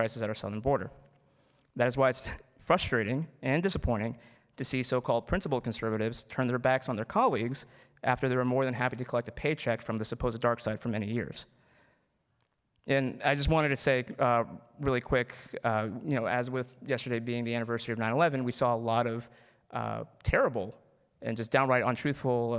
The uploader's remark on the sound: address at the Miami National Conservatism Conference on September 12, 2022.